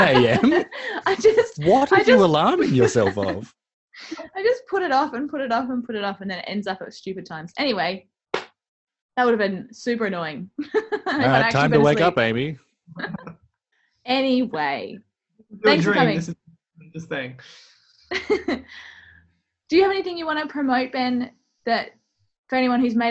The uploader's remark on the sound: In the Spaceship Basement. Even through turmultuous Australian internet, and a zoom link that barely linked.